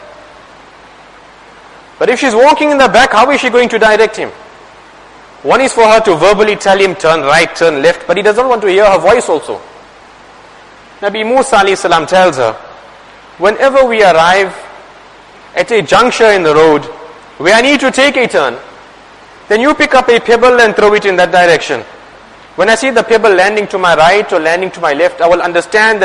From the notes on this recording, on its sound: Jumuah lecture